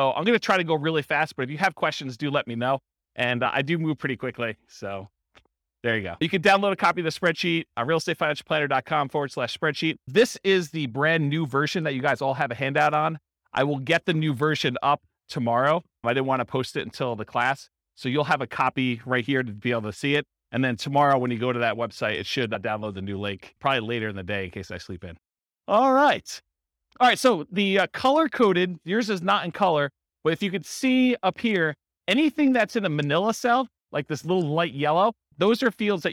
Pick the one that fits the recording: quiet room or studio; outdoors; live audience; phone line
live audience